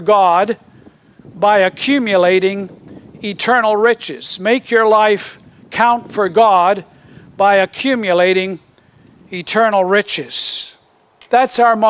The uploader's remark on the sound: Originally recorded outdoors